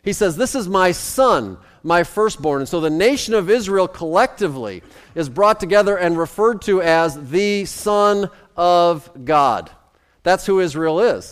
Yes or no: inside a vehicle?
no